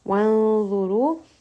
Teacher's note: It is a heavy ikhfa because the letter ra is heavy.